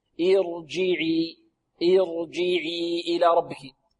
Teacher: والجيم شديدة، ما هي الشدة؟ هي انحباس الصوت، الصوت من حبس.